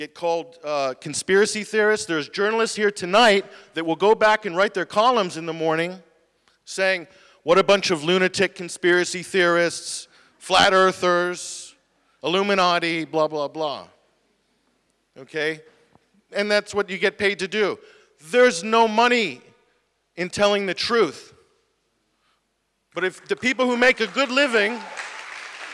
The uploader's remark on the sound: talk at the Media on Trial event, October 19th, 2017